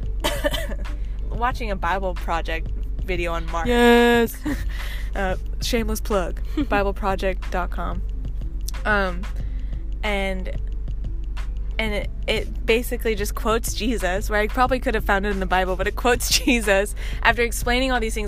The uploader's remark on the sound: joins me in my car